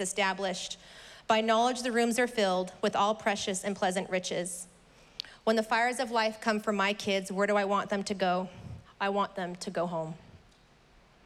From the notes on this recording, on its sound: was preached on May 23rd at the 11:30AM service